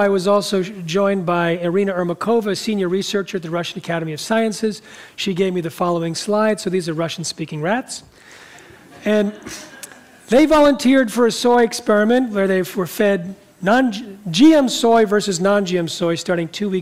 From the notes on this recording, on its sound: talks in front of a live audience